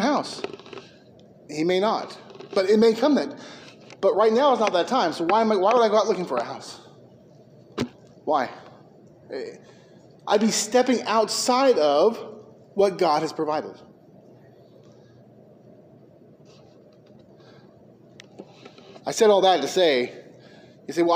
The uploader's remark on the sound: Preached at McKee Road Baptist Church.